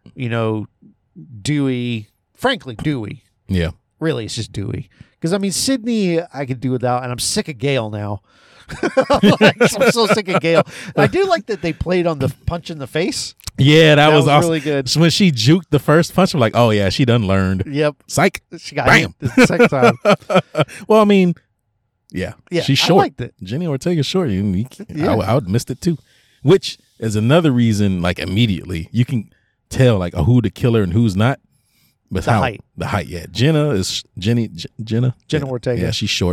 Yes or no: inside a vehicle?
yes